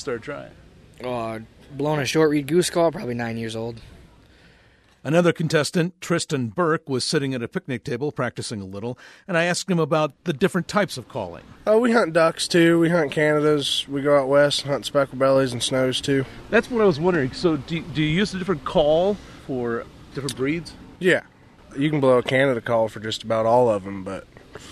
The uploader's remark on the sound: You can hear a flock of geese calling, but there’s not a single goose. It’s a bunch of humans, warming up for the goose call contest at the 72nd annual Pointe Mouillee Waterfowl Festival.